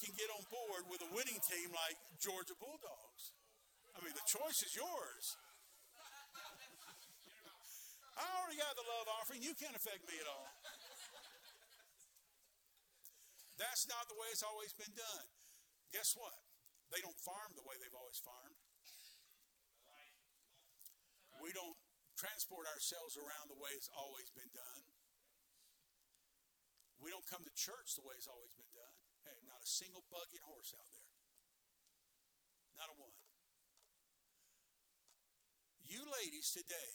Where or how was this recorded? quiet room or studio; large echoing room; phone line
large echoing room